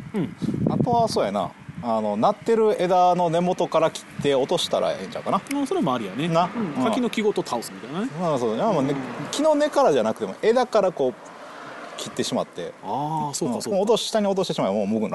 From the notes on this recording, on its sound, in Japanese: だるまストーブを囲んでの野外ロケという、全く意味のない収録スタイルを取った今回。